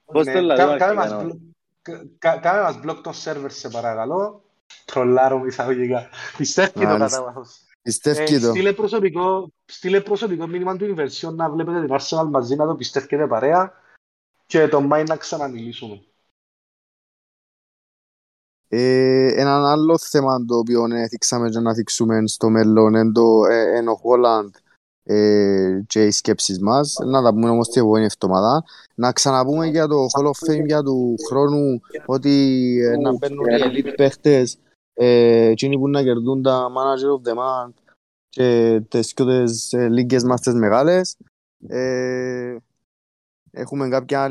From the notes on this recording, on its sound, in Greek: Live συζήτηση στο discord του FPL Cyprus.